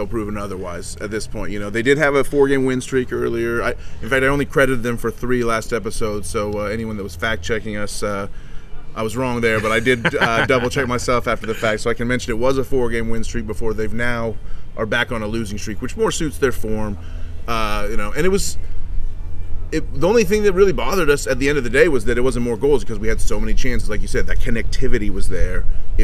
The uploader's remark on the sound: they record on the patio at Triple C Brewing Company